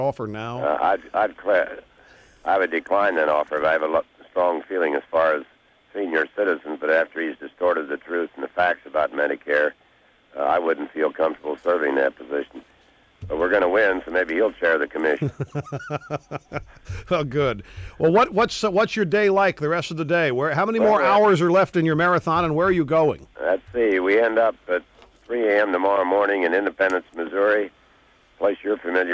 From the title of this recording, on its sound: Calls into the Show